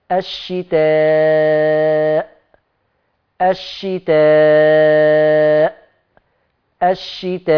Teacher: الشتاء المد بتاعها، لاحظ ان الألف جنب الهمزة في كلمة واحدة، يعني في اتصال بين الألف والهمزة، في اتصال بين الألف والهمزة، فعشان كده سموه مد متصل واجب، يتمد أربع حركات